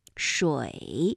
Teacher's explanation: 我已无话可说。缘物奉还。你不想报复？这金雕姐至今尚未忍却，希望她永远不会。没沾过血，怎么？我可以证明。云霄姐姐，再三叮嘱你不可滥用，姬发所言句句是真的。是个济世明君，以信与夫人化解危机才是上之上策。神功报，误会，完全是误会。不能饶了他！好，那哪吒的故事呢，我们先听到这里啊。在这个故事当中的宝物名词有哪些呢？比如啊，像露水、乾坤网、火龙阵、石绝阵，哎，都是这个故事当中的一些关键词。那我们也列举一些韵母的发音特点。那我们知道普通话的韵母啊，主要是由元音构成的，有的韵母呢是元音加鼻辅音构成的，比如说像这个露水的露，它的呢就是非常典型的单韵母啊，是乌，那发音的时候舌位唇形开口度始终不变啊，是乌。双唇圆唇，舌头后缩，舌位较高。而复韵母是唇形是有变化的，气流呢也不中断，发音的时候要形成一个整体，比如说像露水的水水，那发音的时候它的韵母是由乌，发音的状态快速转换到一